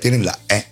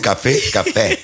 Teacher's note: pero en Andalucía, en ciertas zonas de Andalucía, tienen la E. Una E abierta, que decimos